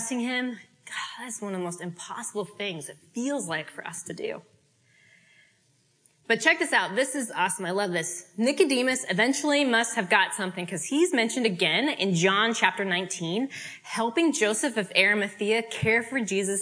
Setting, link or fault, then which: setting, live audience